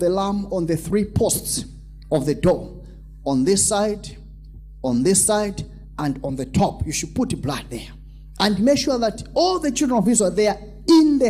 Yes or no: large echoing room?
yes